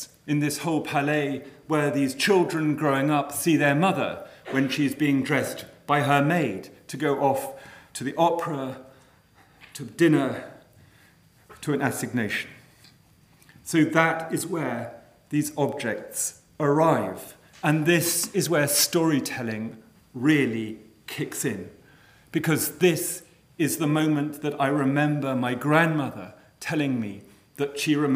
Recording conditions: large echoing room